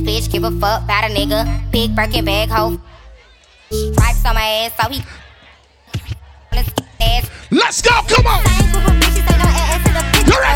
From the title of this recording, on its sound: Pon Di Endz Miami 4/20/19 (LIVE AUDIO)